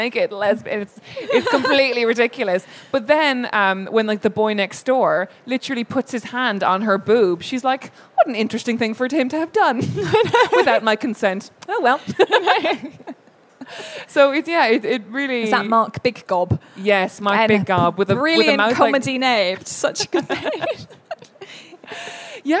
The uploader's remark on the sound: Our first ever live show at London Book Fair. Recorded at the London Book Fair 2019.